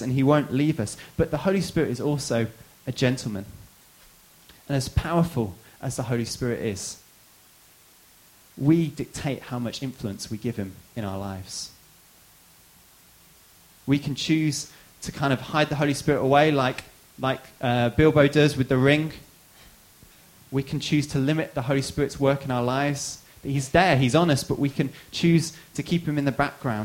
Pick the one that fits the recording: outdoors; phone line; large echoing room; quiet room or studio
large echoing room